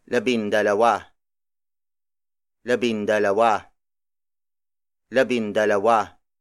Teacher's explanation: Since dalawa begins with a consonant, the ng sound in labing is dropped and instead replaced with an n. There's no break between labin and dalawa, unlike in labing isa.